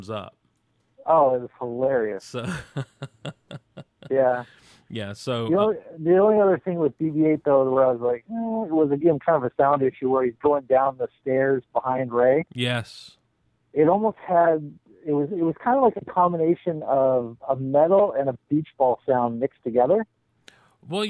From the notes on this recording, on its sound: opens the mail bag and the phone lines